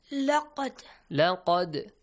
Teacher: Lam, qad, qaf doesn't have a sukun on the top, that's why you don't bounce the sound. But dal has a sukun, so you bounce the sound. · Term: قلقلا